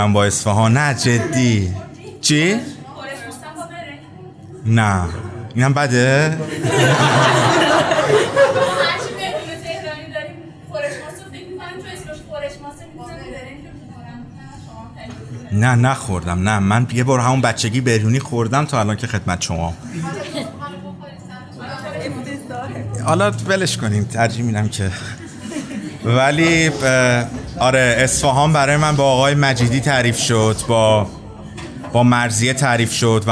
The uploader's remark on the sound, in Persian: آنچه میشنوید اجرای زندهی ما در شهر اصفهان و کافه بلومون است.